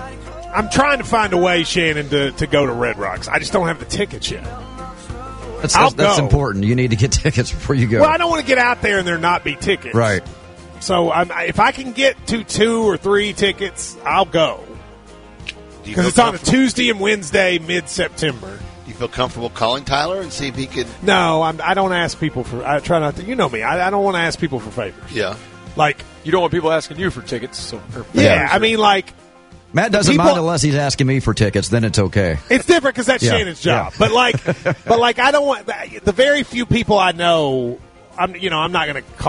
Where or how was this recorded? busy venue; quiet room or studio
busy venue